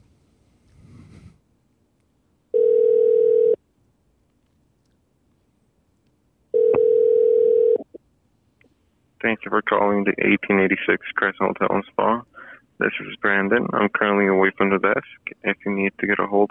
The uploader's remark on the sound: A live phone call with America's Most Haunted Hotel. An Ouija Board session in the APMA studio.